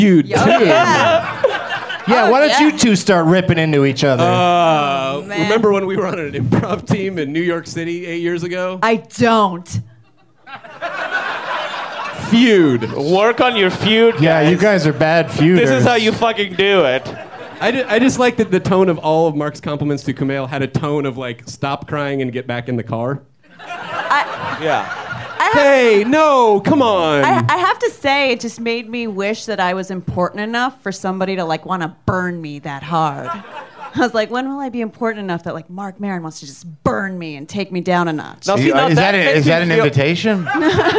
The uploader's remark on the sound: Live from Flappers in Burbank, CA